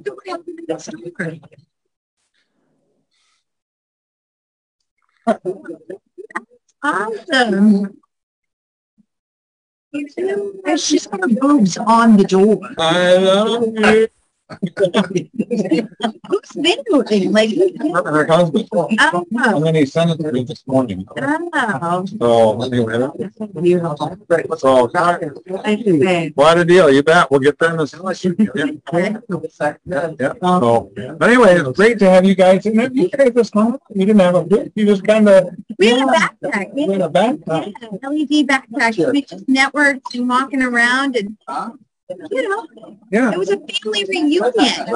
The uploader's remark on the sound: Our 4/23/2023 Wrap Up Zoom Show